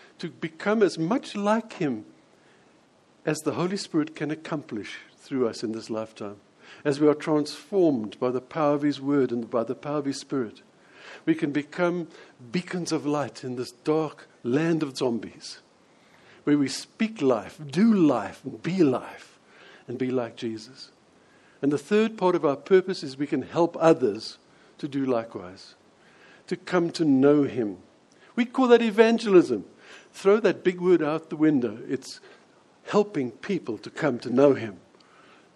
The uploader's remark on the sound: preached at Lonehill Village Church on Christmas day.